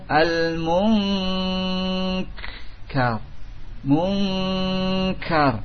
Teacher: sedikit lagi mengucapkan kaf sudah menyempit pangkal lidahnya